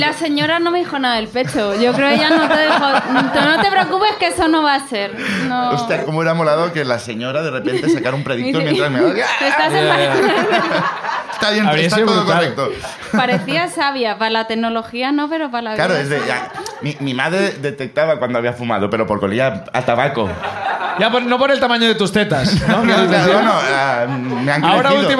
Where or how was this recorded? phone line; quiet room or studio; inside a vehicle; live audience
live audience